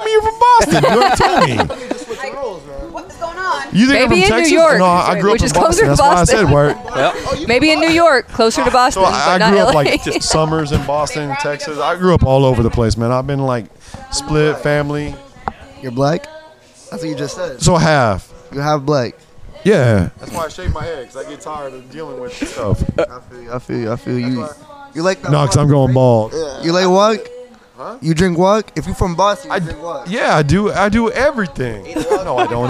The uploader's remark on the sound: Day 2 of podcasting on the Vista Carnival cruise ship. Another short podcast from the ship with plenty of laughs.